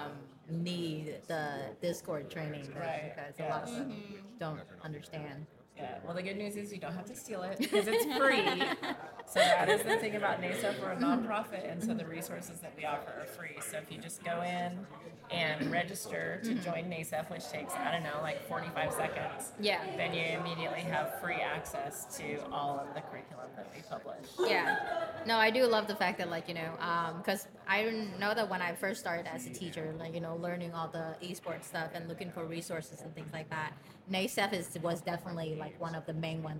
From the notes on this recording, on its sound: Hosted LIVE from the EsportsNext 2023 conference.